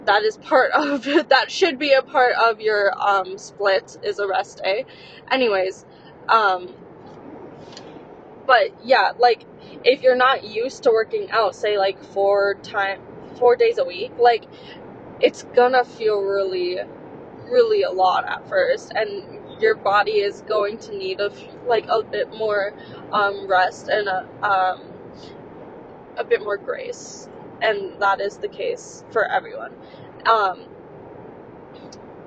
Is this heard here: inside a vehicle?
yes